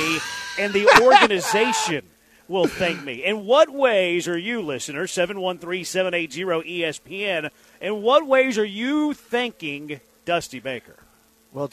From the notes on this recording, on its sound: LIVE from Circa Resort & Casino in Las Vegas!